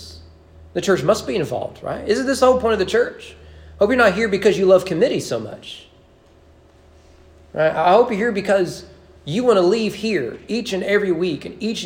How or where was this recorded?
large echoing room